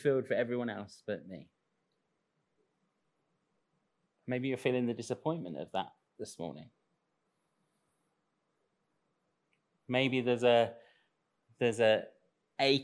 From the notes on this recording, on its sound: Recorded live at Central Vineyard, Sheep Street, Northampton, Sunday 5th Dec 2021